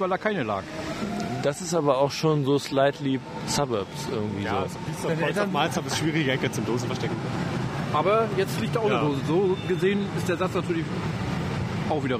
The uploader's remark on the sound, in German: Dazu reichlich Atmo aus dem öffentlichen Nahverkehr. Frisch aufgenommen bei Temperaturen wie aus dem Gefrierfach.